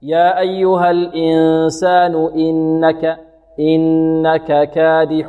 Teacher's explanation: الهمزة سهلة بدون لكز